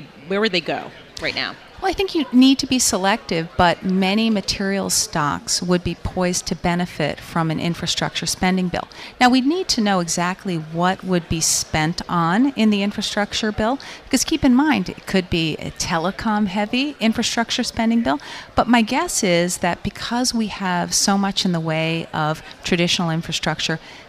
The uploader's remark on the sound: Broadcasting live from Commonwealth Financial Network’s National Conference 2018 in Austin, Texas.